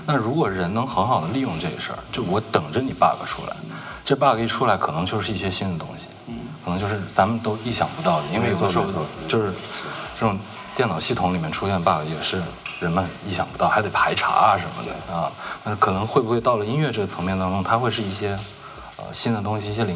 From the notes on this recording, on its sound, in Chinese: 贫道播客四月份在阿那亚参加声量The Power Of Voice。活动现场。